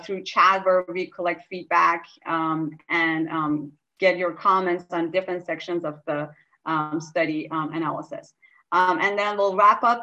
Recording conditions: video call